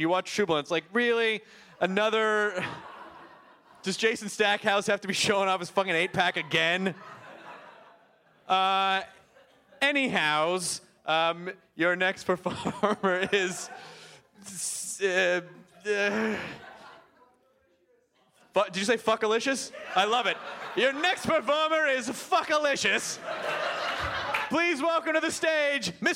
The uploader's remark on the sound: This podcast was recorded at Largo in front of many wonderful nerds